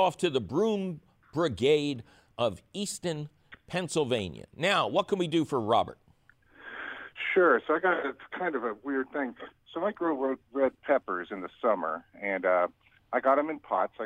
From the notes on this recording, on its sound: Otherwise, its a fabulous phone call question show!